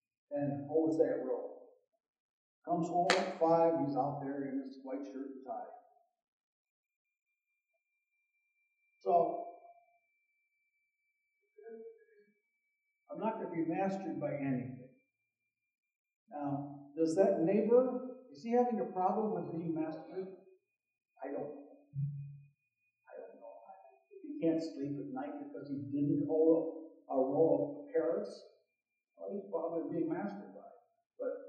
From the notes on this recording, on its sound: Audio quality is compromised.